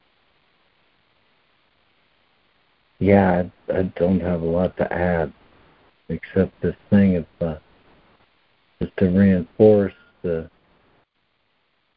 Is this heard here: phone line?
yes